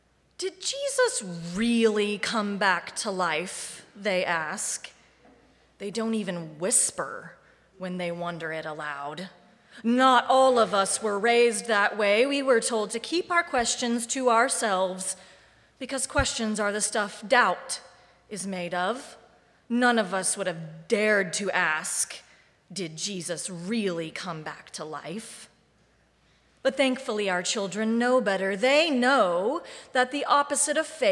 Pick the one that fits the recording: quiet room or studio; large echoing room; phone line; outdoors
large echoing room